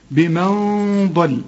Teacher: هو أعلم، كل الحروف مرققة، بمن ضل، هنا نون وبعدها الضاد، برضو الضاد من حروف الإخفاء. هنا الغنة هنا مفخمة، ليه؟ علشان الضاد مفخمة